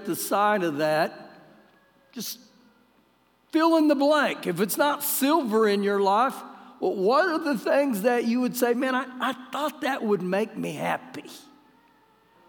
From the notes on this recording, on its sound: Recorded live during our Wednesday night service